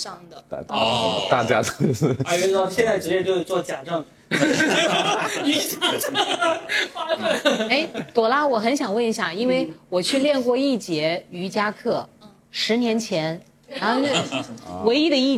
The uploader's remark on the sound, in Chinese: 现场带观众版。深圳福田中心区商圈党委提供了设备场地以及资金赞助。